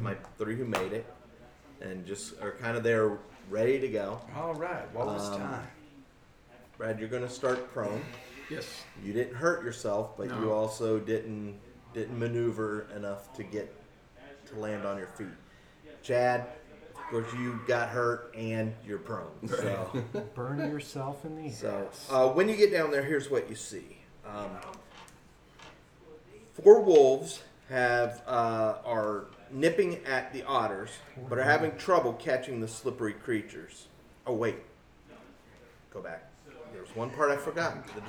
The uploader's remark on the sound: Live from CondoCon